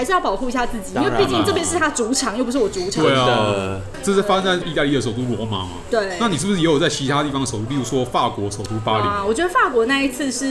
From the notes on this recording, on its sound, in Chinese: 本集白噪音指數：蚊風級 1/5。錄音地點：印度咖哩吧 - Curry Lounge。